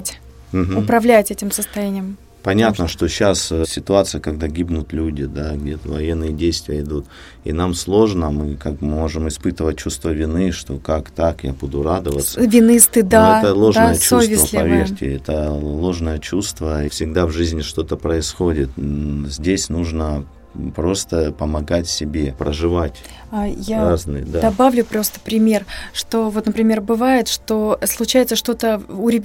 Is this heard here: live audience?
no